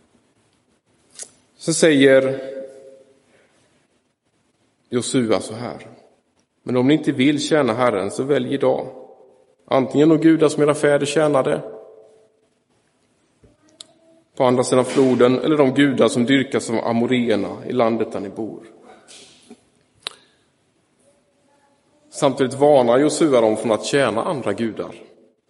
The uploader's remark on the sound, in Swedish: Inspelad i Roseniuskyrkan den 13 augusti 2023.